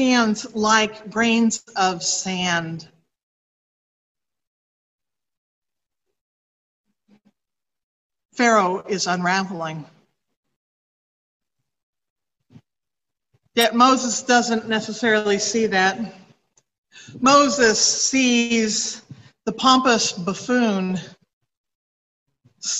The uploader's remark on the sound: Recorded from Zoom.